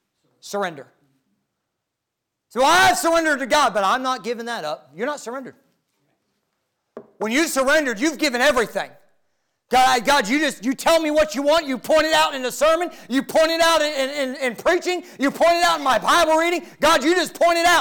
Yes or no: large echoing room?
yes